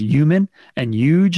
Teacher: Like you don't say the H at all.